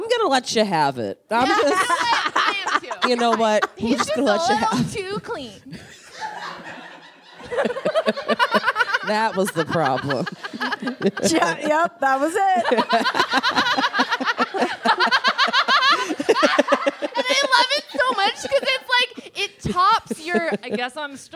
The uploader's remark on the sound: Live From SF Sketchfest 2023